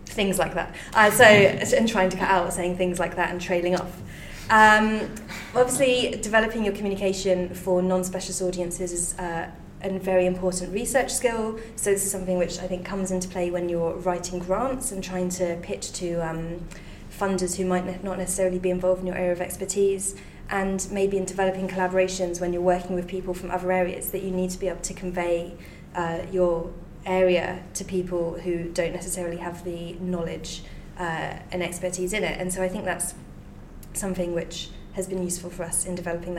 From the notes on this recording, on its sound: a recording of a presentation by the WTC team at The Institute of Psychiatry, Psychology and Neuroscience, King's College London